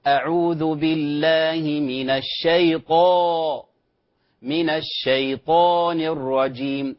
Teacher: الطاء حرف إطباق، فيه إطباق وفيه استعلاء، لكن ليس للشفتين كما تعلمون عمل في هذا الأمر